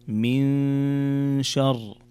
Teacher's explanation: هنا نون ساكنة جاء بعدها حرف الشين، والشين من حروف الإخفاء